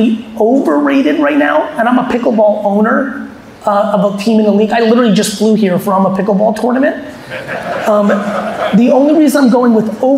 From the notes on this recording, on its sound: a fireside chat I recently had in Houston, Texas